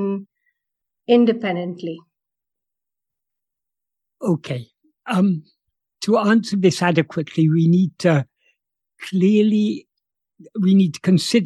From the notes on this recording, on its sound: In a Zoom meeting on 21st December 2022